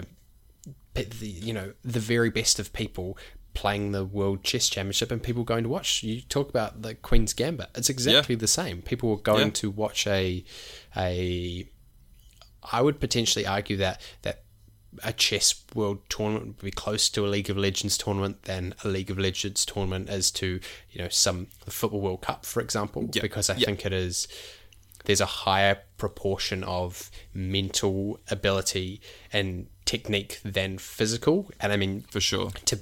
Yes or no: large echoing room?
no